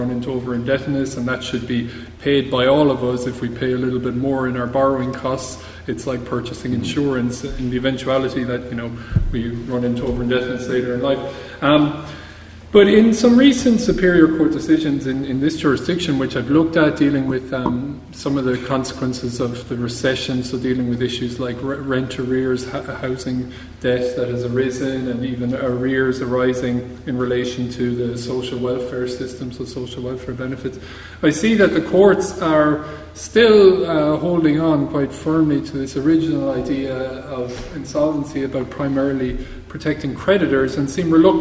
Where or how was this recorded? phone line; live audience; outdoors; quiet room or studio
live audience